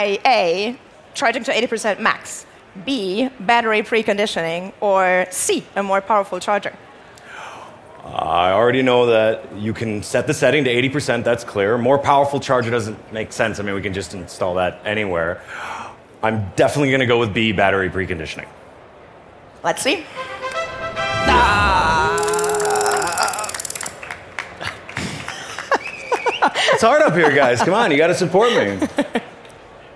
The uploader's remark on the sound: LIVE FROM CES 2024.